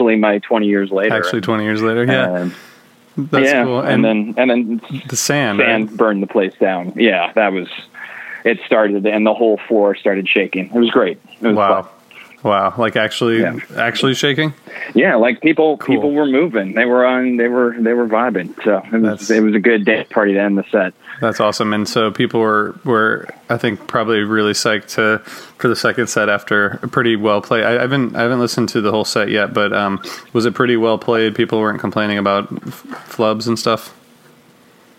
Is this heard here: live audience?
no